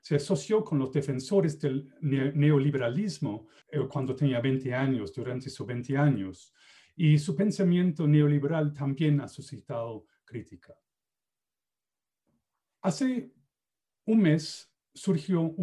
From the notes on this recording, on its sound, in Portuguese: Plataforma ZOOM.